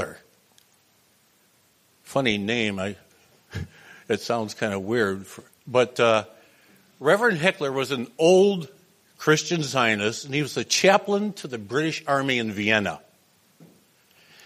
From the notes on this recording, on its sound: The following is a presentation made at the 2022 Transcending the Israel lobby at Home & Abroad conference held on March 4 at the National Press Club.